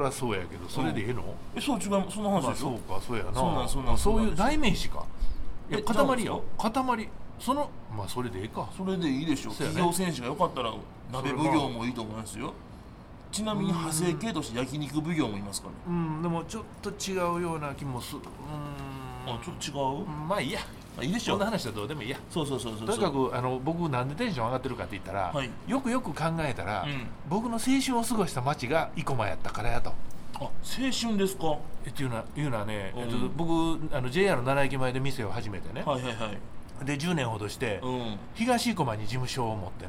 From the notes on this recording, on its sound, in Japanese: 奈良テレビ[はじめまして…です]のロケ撮影直前に生駒駅前で収録した。